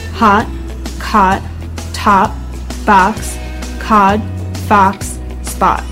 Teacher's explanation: Another big difference is with the O sound. In British English, it's a rounded vowel sound. However, in American English, it isn't so rounded.